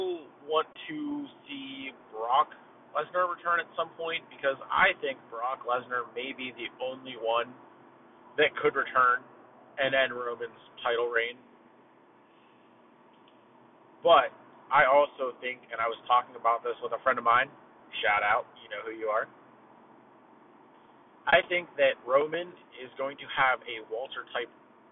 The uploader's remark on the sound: This audio is rough I apologize. Was recording some of this in my car i apologize if it sounds a little quiet or off.